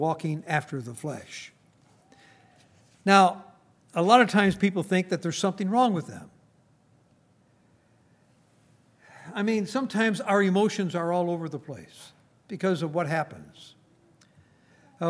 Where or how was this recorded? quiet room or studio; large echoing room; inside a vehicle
large echoing room